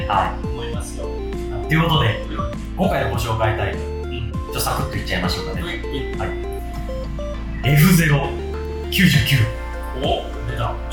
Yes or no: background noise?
yes